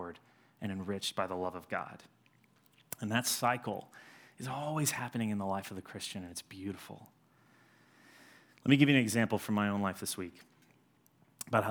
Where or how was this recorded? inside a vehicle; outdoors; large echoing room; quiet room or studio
large echoing room